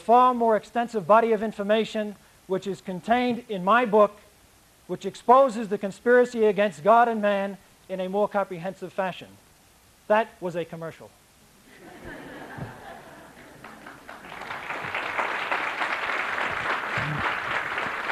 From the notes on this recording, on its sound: speaks about his book at the 1974 Rally for God, Family, and Country Boston, MA